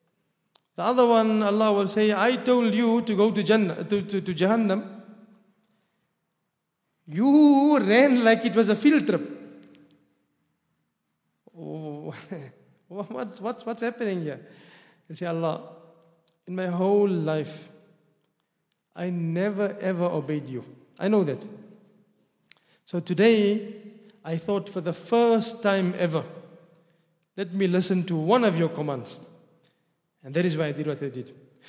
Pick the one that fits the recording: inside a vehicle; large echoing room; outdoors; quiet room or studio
large echoing room